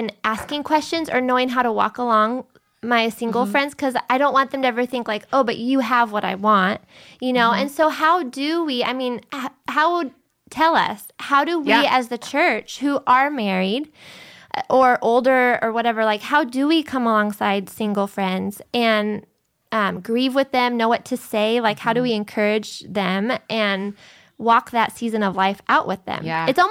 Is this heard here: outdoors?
no